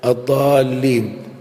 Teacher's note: نحو الضالين، هنا ألف والألف ملازمة للسكون، وبعدها اللام المشددة، والمشدد حرفان أولهما ساكن فالتقى ساكنان، فلهذا تجد أن العرب هنا تمد لتخفيف التقاء الساكنين. ففي العربية يجب مطلق المد، الضالين.